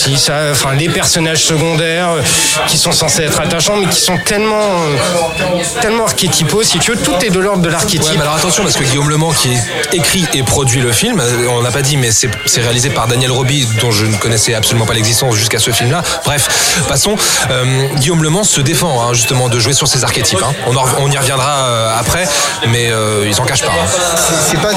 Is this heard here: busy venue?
yes